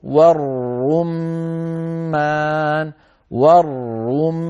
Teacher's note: شددي الراء من غير أن تكرري